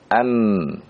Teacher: Sedangkan ba ya dengan mim mempunyai kedekatan dari sisi makhrajnya. Keduanya mim dan ba sama-sama dari kedua bibir ya. Maka ya ketika nun bertemu dengan nun sukun bertemu dengan ba atau tanwin bertemu dengan ba ya, maka dibelokkanlah menjadi suara huruf mim.